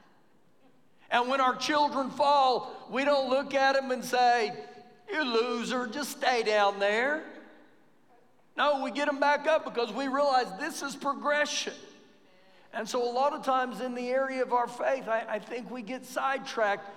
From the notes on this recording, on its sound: Recorded live during our Wednesday night service